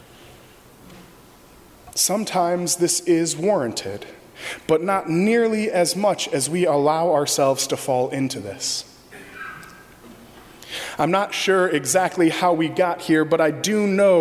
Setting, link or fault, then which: setting, large echoing room